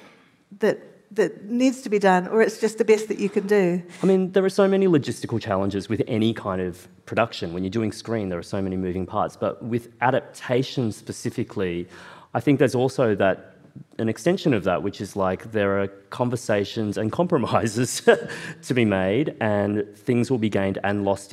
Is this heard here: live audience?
yes